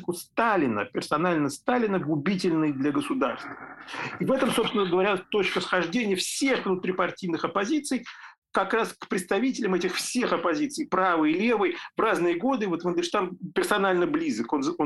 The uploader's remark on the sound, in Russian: в зуме, приносим извинения за качество звука!